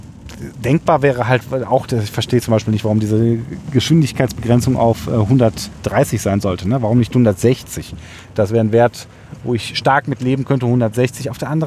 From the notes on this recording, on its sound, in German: Diesen Podcast habe ich BTW (Behind The Wheel) aufgenommen. Praktischer Weise war auf der Strecke die ich gefahren bin auch ein Stück Autobahn mit dabei.